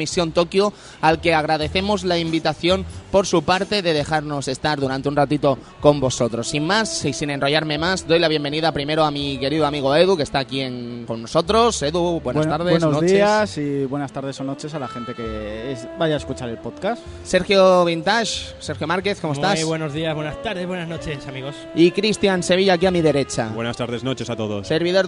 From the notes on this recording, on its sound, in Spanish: En este programa emitido en directo desde el Salon del Manga